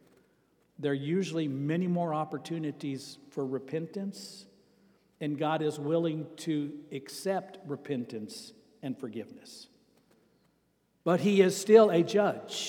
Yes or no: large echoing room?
yes